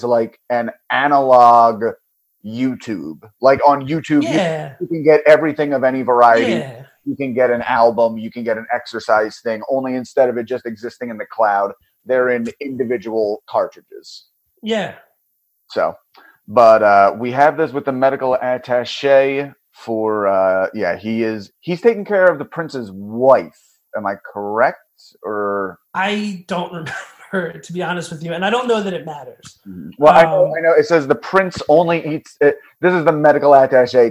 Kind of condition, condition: fault, poor sound quality